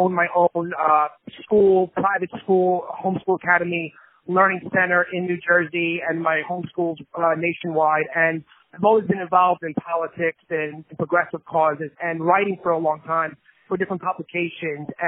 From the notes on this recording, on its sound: On the Phone